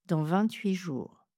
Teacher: Je ne dis pas « 28 jours ». Déjà, je ne prononce pas le T final de 28 parce qu'il est suivi d'un mot qui commence par une consonne